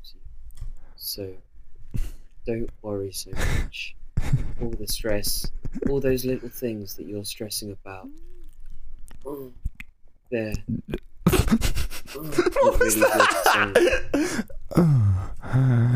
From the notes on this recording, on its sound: Recorded the whole episode on the wrong mic, so please excuse the quality of the mic.